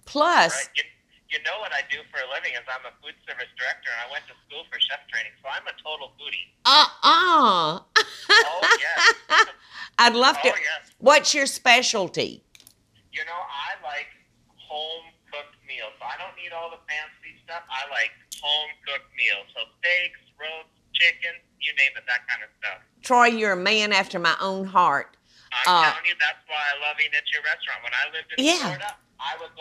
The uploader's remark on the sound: Phone Calls with Fans! Takes phone calls and has a great time with her fans!